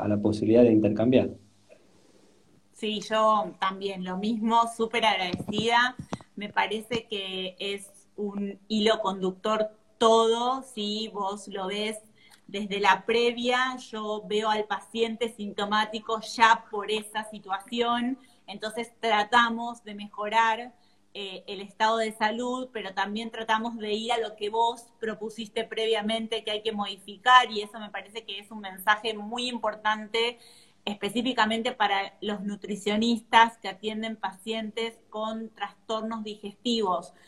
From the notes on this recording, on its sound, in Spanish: Audio de la charla en vivo por Instagram